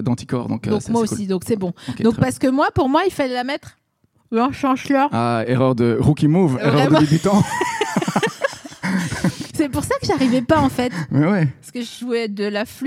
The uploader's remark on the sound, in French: enregistré en février 2022 à la Scala Paris